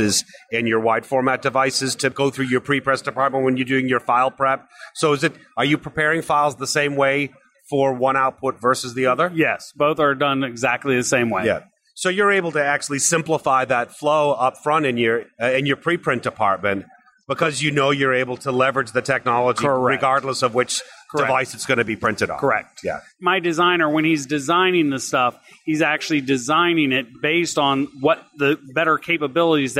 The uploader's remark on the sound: Live from ISA Sign Expo